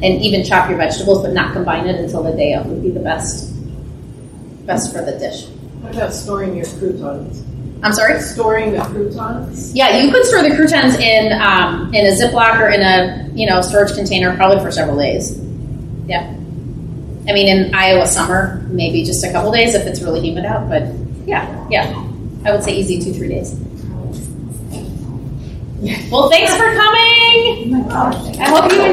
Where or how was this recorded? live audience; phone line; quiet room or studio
live audience